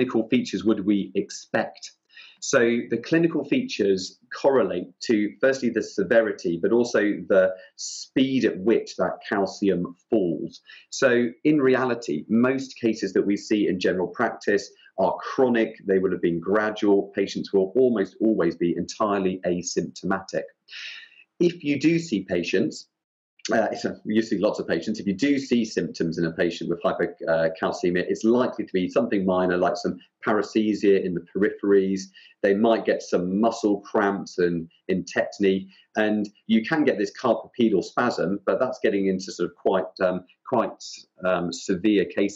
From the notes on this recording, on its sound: This podcast is based on a live Hot Topics webinar covering the topic of hypocalcaemia in primary care.